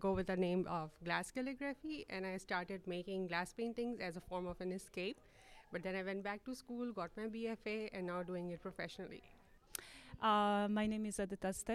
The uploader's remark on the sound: This episode was recorded at Maker Fest on February 25, 2023.